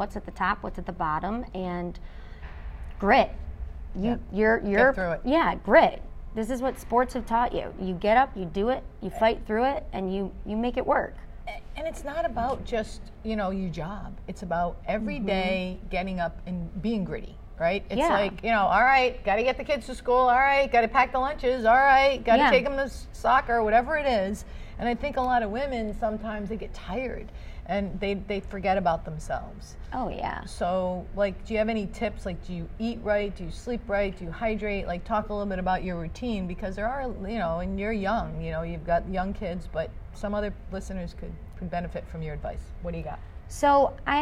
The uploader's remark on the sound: Live from AdventHealth Center Ice